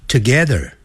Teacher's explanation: I live 就是生活，这个不要念成 live，不是 live，要短的元音 itlive， I livetogether，不要念成 together，要念 together 那个 T-O-G-E-T-H-E-R 有个 R 结尾，所以在美式的发音呢要卷舌的